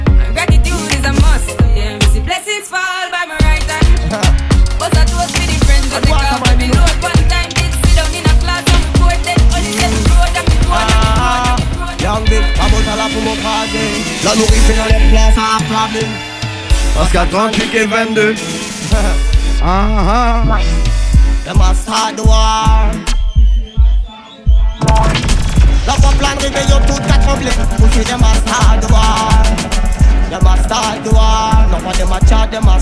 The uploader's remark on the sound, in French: TWENTY MIX LIVE. Un petit extrait de la Tropical Storm qui a lieu un jeudi sur deux au Twenty One Sound Bar à Paris.